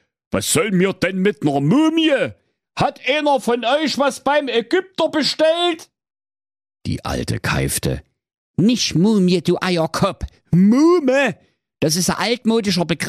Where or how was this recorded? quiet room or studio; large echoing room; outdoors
quiet room or studio